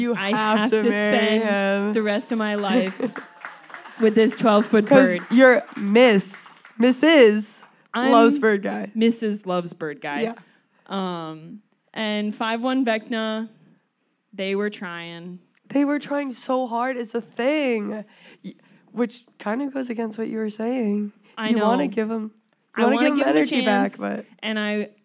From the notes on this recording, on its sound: LIVE SHOW! Live from Highland Park's own Outside In theater!